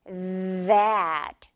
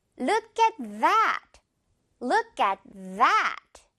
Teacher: 그래서 th 발음이 아니라 th 이렇게 메롱도 유지하면서 목에 막 진동을 주는 발음입니다